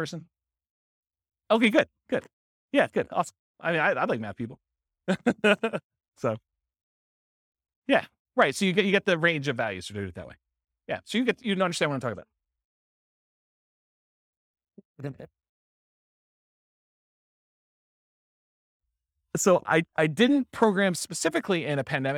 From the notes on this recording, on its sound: This was a live class recorded